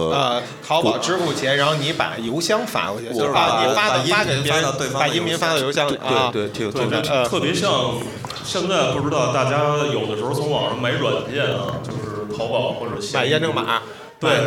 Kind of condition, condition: setting, busy venue